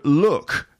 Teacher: That's a feature of Scouse English, that kh for K sounds, especially at the end of words.